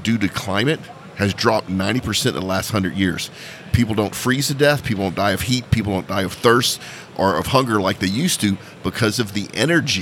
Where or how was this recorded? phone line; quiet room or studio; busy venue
busy venue